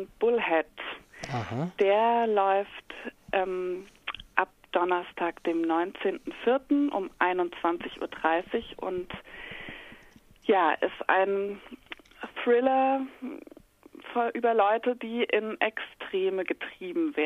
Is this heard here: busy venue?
no